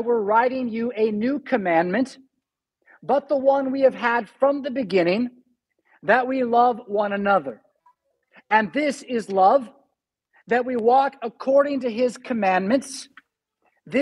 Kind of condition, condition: setting, large echoing room